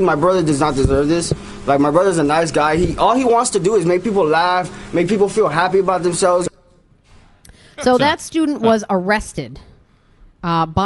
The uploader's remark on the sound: Broadcasting live from The Capital Grille